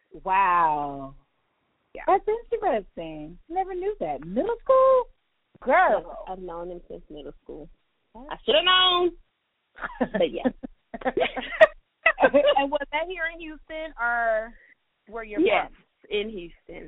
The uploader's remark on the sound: This episode was recorded over the phone due to busy mom schedules, this was our best options. If you hear a difference in sound quality, that is why : .